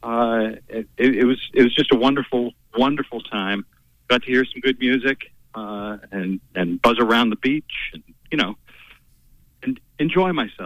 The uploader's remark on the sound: By phone doing the loop.